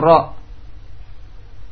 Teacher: ra dengan ujungnya terpelintir sedikit. Berbelok sedikit.